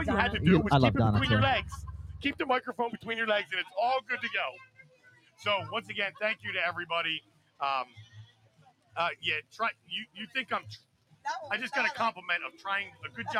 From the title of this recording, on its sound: LIVE from the TPA pool